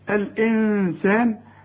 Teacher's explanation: الإنسان لازم تغني النون علشان بعدها السين، السين من حروف الإخفاء بس ما تستعملش فيها لسانك.